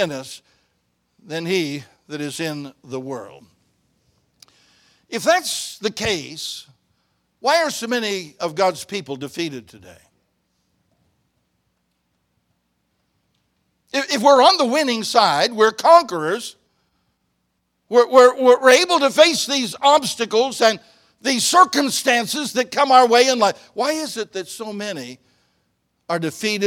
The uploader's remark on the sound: In the Sunday Morning Service on August 20, 2023, at Victory Baptist Church in Boonsboro, Maryland.